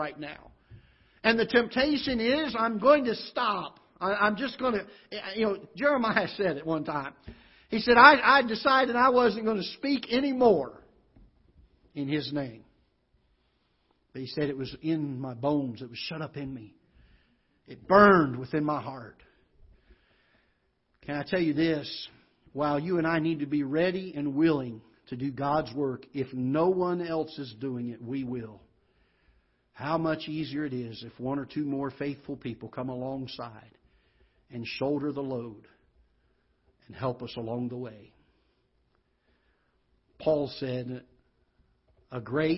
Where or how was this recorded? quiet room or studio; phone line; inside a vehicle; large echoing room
large echoing room